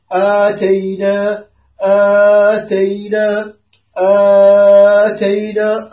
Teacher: ورش طبعا يقراها بالقصر والطول والتوسط